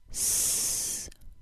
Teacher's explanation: The S sound is created with the tongue farther forward, and the tip of the tongue is closer to the top front teeth. A narrow stream of air passes over the tip of the tongue through a front-to-back groove along the front of the tongue.